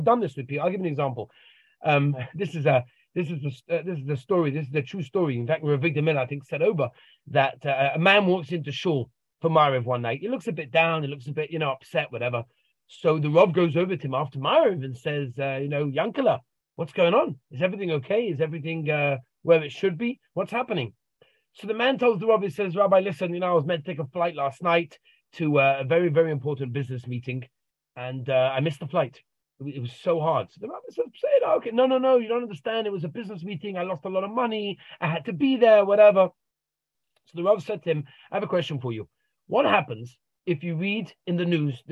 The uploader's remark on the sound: Zoom Interview